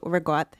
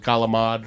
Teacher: Italians drop the last vowel on things.